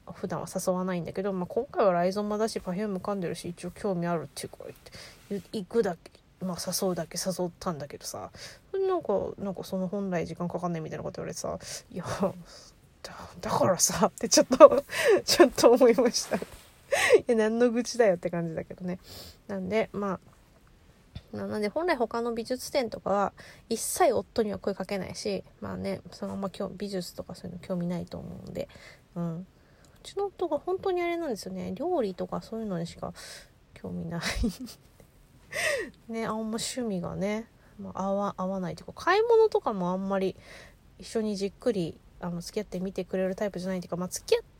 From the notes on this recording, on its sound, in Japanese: 仕事帰りの帰宅前…車の中から脳みそダダ漏れでお喋りしております